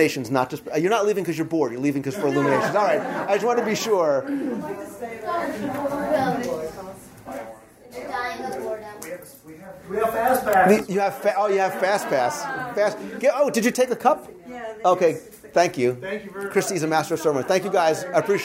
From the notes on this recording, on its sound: 7th Anniversary Celebration LIve Recording. A live recording taken during last week's event.